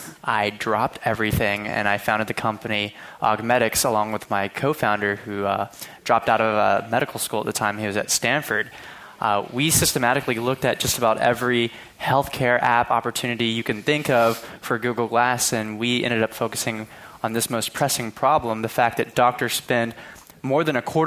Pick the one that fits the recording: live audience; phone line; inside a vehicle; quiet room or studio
live audience